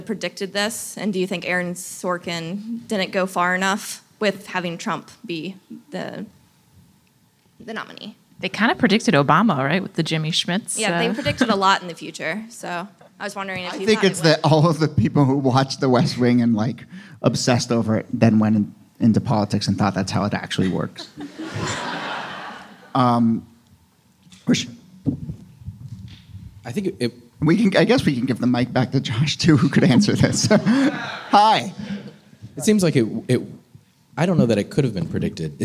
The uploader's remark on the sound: This episode was recorded live at the Crest Theatre in Los Angeles.